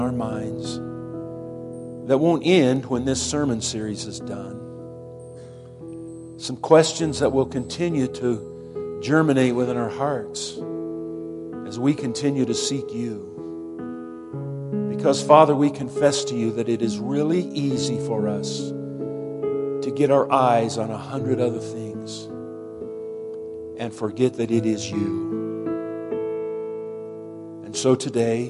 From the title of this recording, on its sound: Woodland Life Church Live